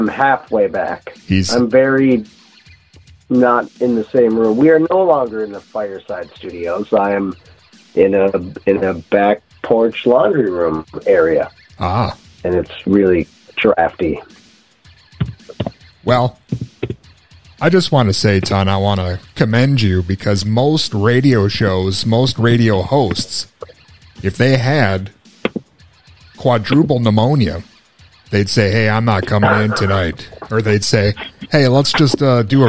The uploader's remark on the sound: He did the entire interview yelling through a megaphone! He had double pneumonia and joined us over the phone from his deathbed!